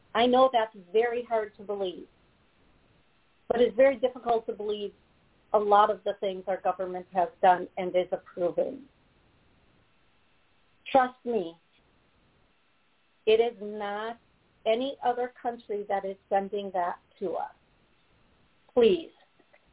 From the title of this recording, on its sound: Live Call